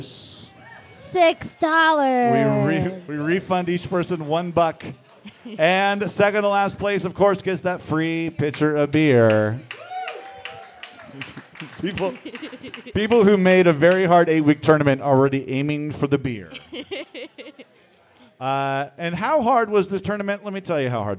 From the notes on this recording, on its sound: The Quizfix Winter Spectacular Tournament Finals! Live from The Local 907 in Renton, WA.